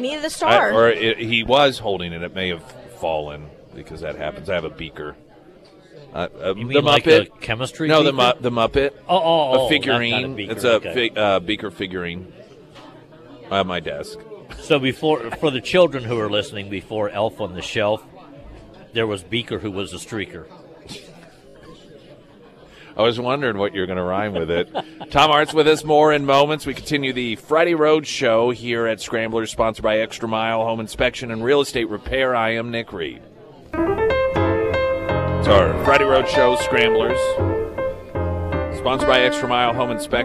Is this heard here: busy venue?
yes